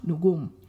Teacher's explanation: notice two syllables, emphasis on the last